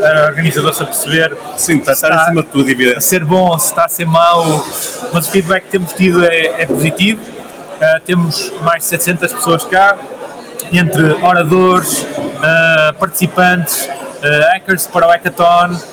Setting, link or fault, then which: setting, busy venue